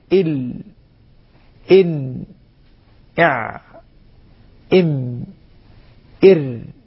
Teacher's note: نلاحظ أن الصوت يجري ثم يختفي، يجري الصوت لبعض الوقت جريانا ما كما يقول العلماء، ليس جريانا كاملا كما هو الحال في الرخاوة، وليس شديدا كما هو الحال في الحروف الشديدة، وإنما هو حالة بين الحالتين. · Term: التوسط